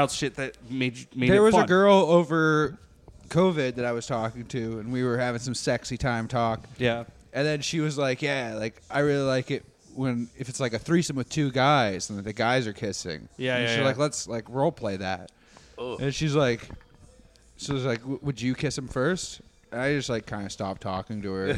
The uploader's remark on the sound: recorded at Rivals Sports bar